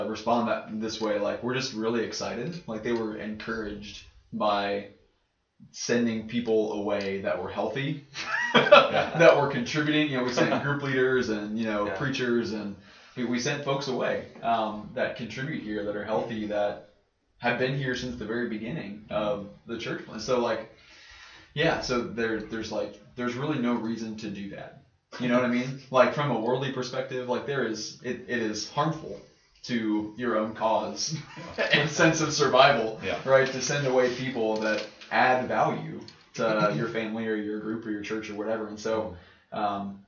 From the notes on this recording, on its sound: Sorry about the audio quality on this one, folks! It appears as if the built-in laptop mic was capturing the audio instead of our nicer stand-alone microphone.